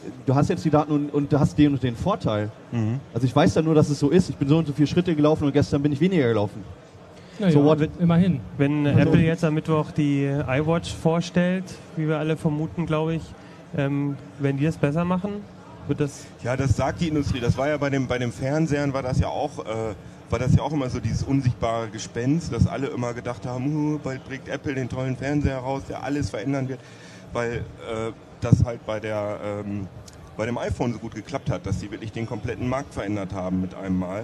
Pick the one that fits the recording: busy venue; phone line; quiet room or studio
busy venue